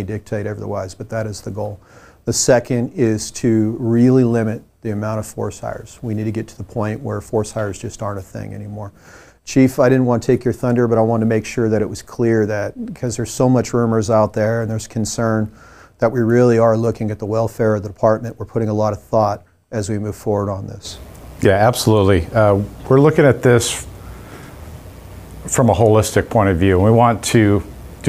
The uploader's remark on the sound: Livestream LIVE from the new warehouse location